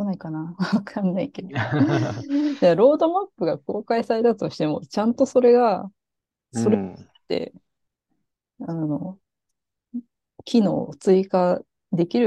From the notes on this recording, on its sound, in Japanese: zoomを使って録音しています。